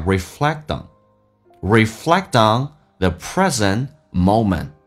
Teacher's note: 然后 T 跟 on 形成个连音